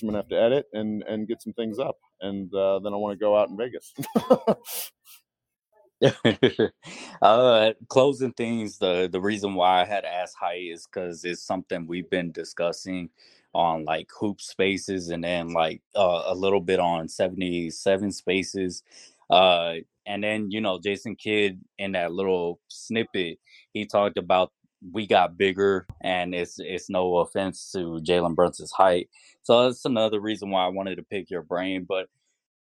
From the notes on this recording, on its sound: Apologies for the audio issues, crappy internet here in Vegas media room.